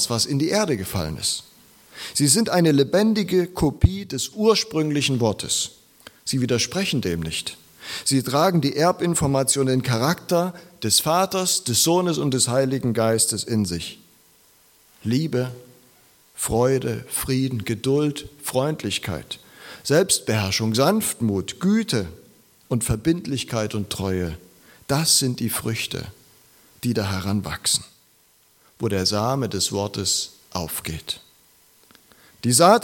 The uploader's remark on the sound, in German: Predigt aus der LKG Rostock